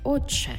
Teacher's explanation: Ти і чи. І утворюється в нас подовжений звук чи. Тобто пишемо отче, а вимовляємо отче.